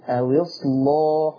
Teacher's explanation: ولا ننسى تغليظ اللام